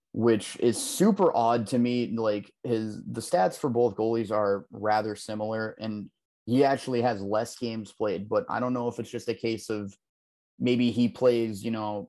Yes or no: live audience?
no